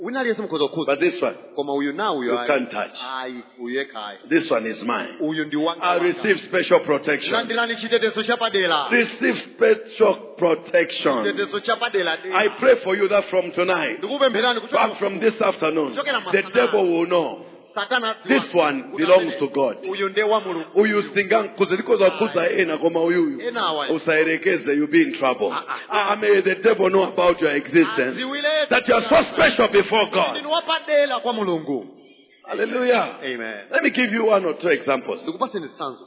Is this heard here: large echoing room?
yes